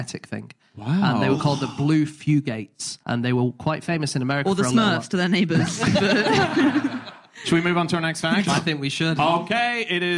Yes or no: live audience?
yes